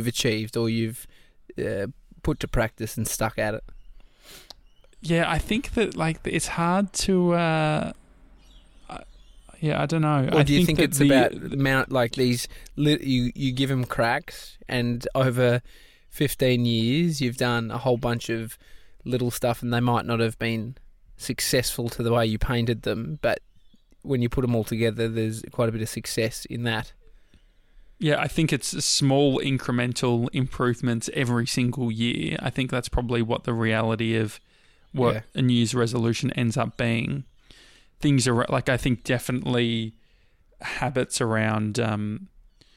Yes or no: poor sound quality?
no